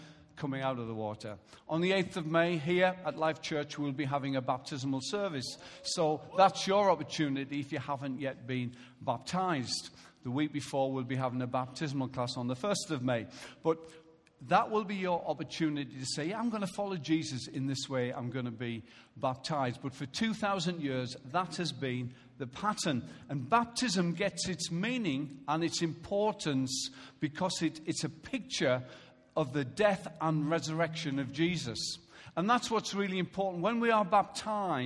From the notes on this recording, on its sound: Recorded live at Life Church on Sunday 17th April 2016.